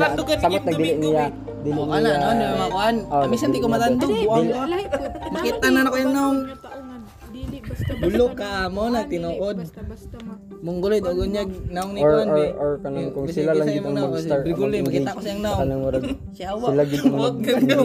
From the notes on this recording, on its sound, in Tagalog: Chika-chika sa rooftop. We have our little chismiz sa rooftop nila. In the middle of the night.